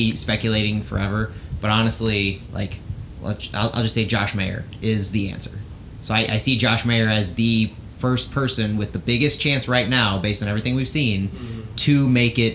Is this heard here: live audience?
no